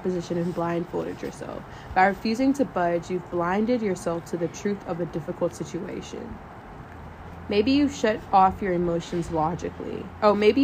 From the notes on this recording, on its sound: This episode is very raw. They ask that you ignore the audio disturbances.